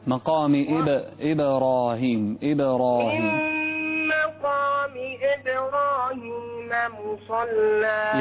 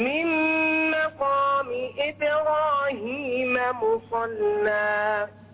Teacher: وضح الكسرة وقلقل الباء